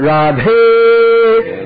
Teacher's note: Now this Dhe, this is one of those aspirated consonants